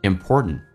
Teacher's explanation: important toshare，那么分享是非常重要的。我们来看一下，首先其中有一个实义词汇叫 important， T 跟 N 在一起的时候，或者 N 跟 T 在一起的时候，那么 T 都可以不发音，那这边通常口语化当中不会说成 important 会变成 important， t 不发音，第一个 t 最后一个 t 也不发音，最后一个 t 不发音属于叫做略音，因为后面是一个单词是以辅音开头